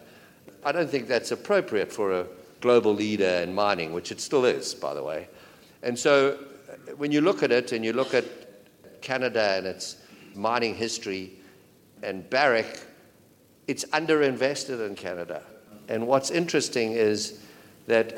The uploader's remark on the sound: This exclusive interview was recorded live as a "fireside chat". At The Northern Miner's Canadian Mining Symposium held at Canada House on Trafalgar Square in London, U.K.